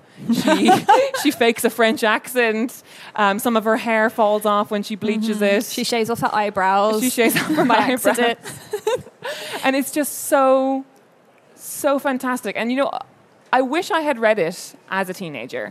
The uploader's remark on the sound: Our first ever live show at London Book Fair. Recorded at the London Book Fair 2019.